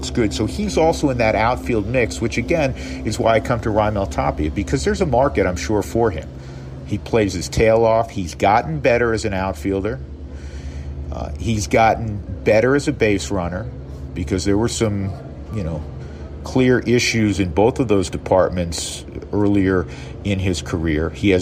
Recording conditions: busy venue